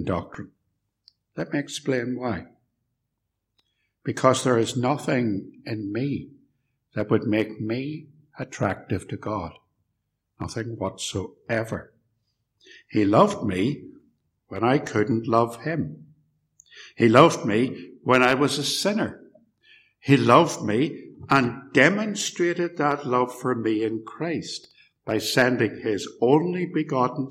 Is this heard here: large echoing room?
yes